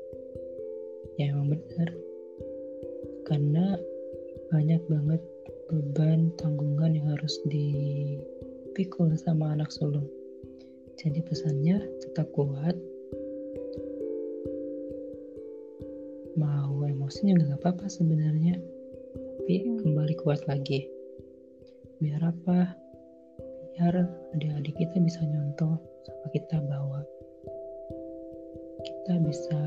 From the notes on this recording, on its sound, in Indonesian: Maaf jika suara tidak bersahabat untuk didengar..